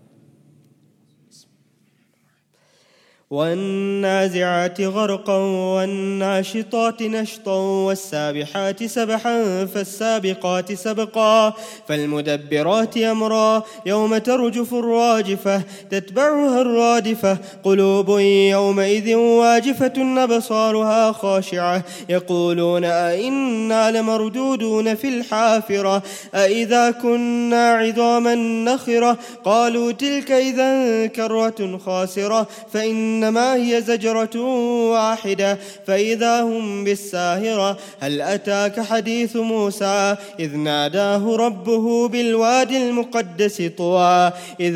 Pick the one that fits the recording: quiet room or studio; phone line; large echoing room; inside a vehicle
large echoing room